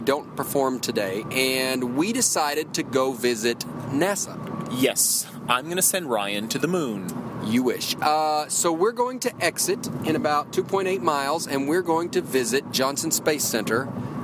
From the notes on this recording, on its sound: Do their first show while driving to the Johnson Space Center in Houston, TX.